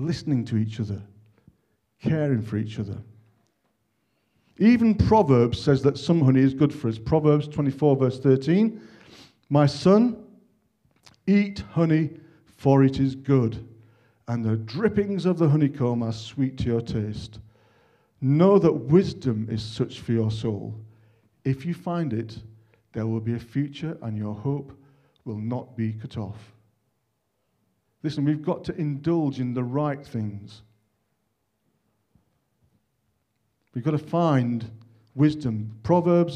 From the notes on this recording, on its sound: On 26th February 2023 at King's Church, Cockermouth. At King's Church, Cockermouth, as an audio file.